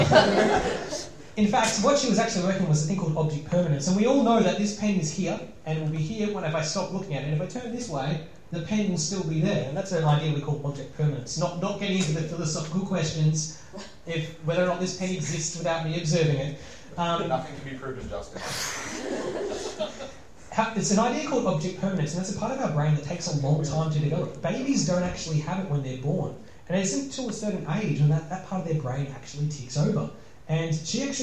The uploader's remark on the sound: Live in front of an audience at YSA Melbourne's Open Day.